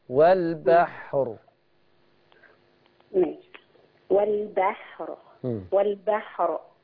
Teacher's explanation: لو وقفت على والبحر تفخم الراء